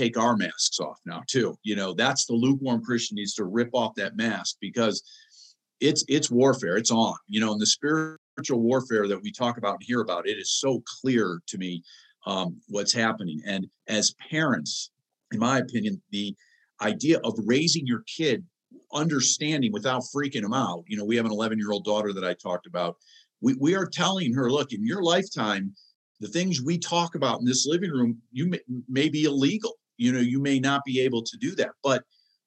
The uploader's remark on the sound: special Transforming Leadership Zoom call